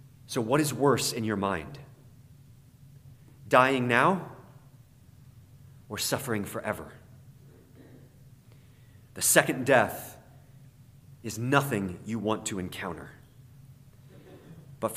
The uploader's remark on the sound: In the morning worship service at Bethany Baptist Church.